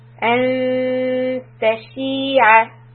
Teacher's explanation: this is a rule called إِخْفَى. We haven't studied it yet, but all I want you to do is hold the noon for two counts